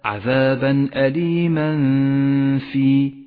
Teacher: قوله تعالى عذابا أليما في أليما في التنوين وبعده حرف الفاء نخفي التنوين بالفاء مع بقاء غنة للتنوين زمنها حركتان · Term: الإخفاء